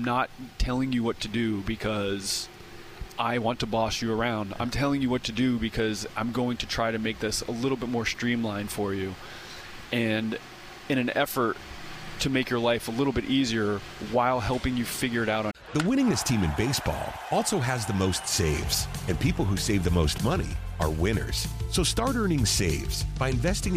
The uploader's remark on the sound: at 2024 Braves Fan Fest